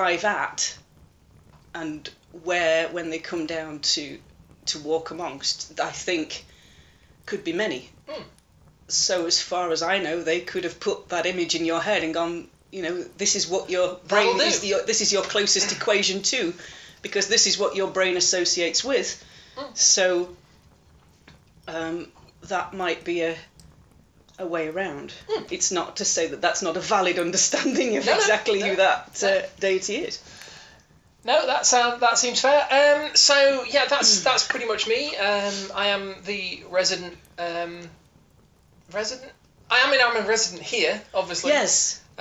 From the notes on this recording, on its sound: Background campfire ambience assembled using samples and mixing tool. If you’ve listened to any later episodes you’ll notice the campfire ambience sound effect is louder in this one.